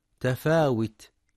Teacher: في كلمة تفاوت ينتبه القارئ لضم الواو، فلا يقرأ بالكسر